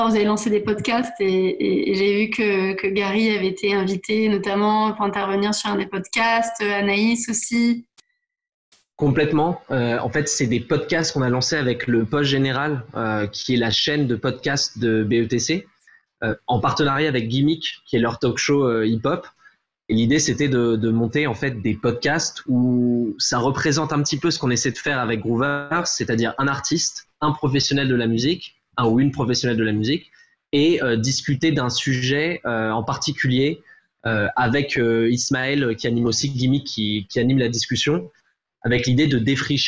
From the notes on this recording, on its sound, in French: Enregistré à distance.